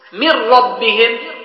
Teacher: إدغام بغير غنة، يعني يذهب الحرف والصفة